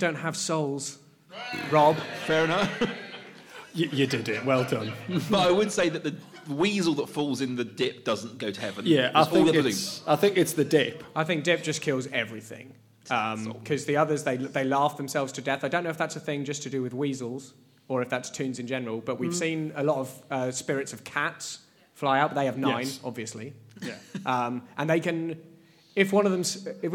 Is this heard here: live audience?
yes